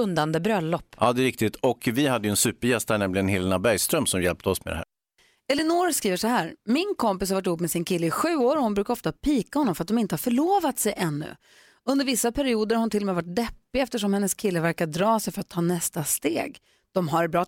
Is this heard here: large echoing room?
no